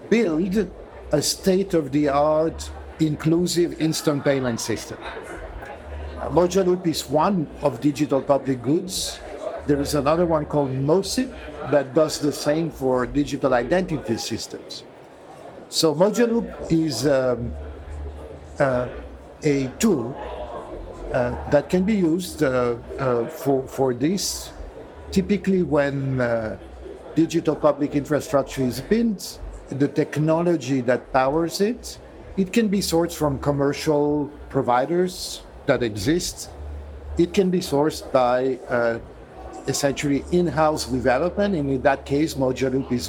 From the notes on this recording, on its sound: Exclusive live coverage of the Singapore Fintech Festival. The episode unfolds with insightful interviews at the Singapore Expo.